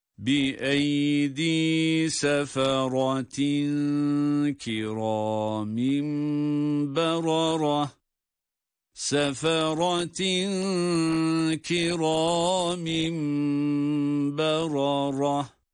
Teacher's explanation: tenvinden sonra kaf harfi geldiğinden burayı da ihfa ile okumamız gerekiyor